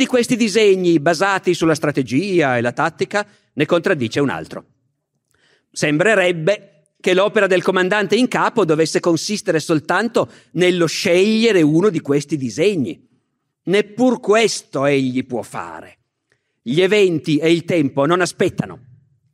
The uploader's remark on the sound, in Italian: Registrato nel 2019 presso il Teatro Nazionale di Genova.